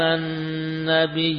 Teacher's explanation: demikian tertulis ya-nya satu, ya, namun dibaca panjang yina